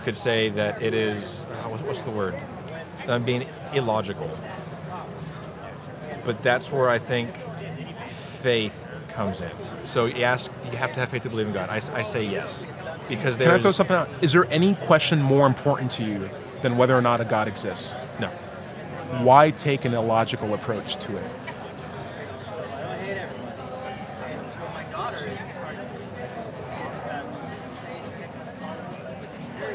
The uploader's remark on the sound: Recorded at Politicon 2019 in Nashville, TN.